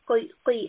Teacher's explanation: So we have the letter قَاف. قَاف is heavy, meaning we will have a mouth full. Back of the tongue should be raised. · Term: heavy قَاف